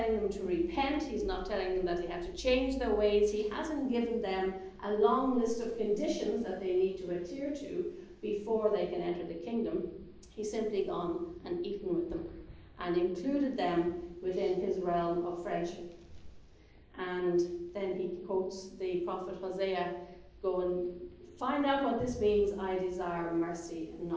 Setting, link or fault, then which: setting, large echoing room